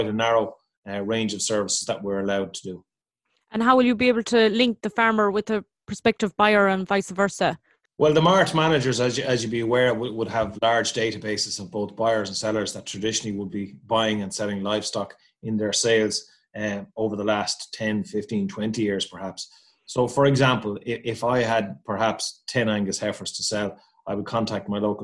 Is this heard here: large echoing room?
no